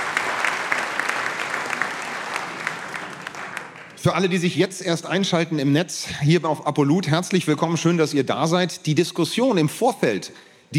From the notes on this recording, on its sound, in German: Am Set: Herrschaft durch Lüge – Publikumsgespräch. Das Publikumsgespräch in der Musikbrauerei Berlin.